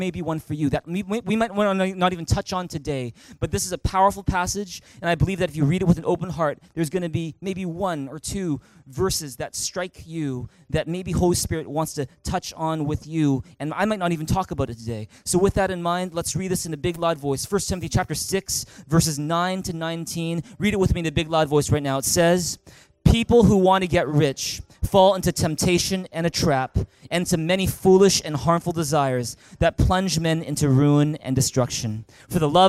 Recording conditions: large echoing room